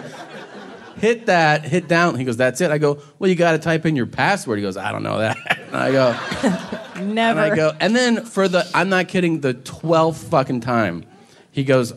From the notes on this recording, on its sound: It's LIVE from San Francisco (Man Frandisco).